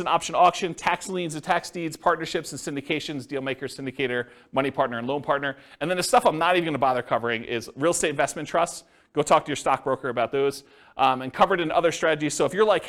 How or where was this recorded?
live audience